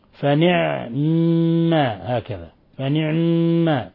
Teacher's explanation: يعني يسكن العين ثم يشدد الميم · Term: إسكان العين